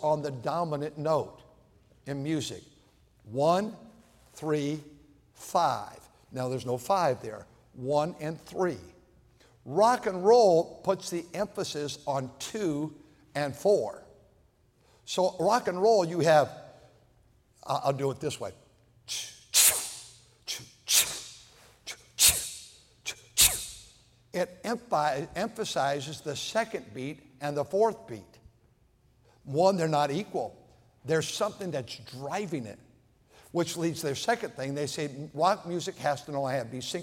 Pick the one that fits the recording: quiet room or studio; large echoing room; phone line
large echoing room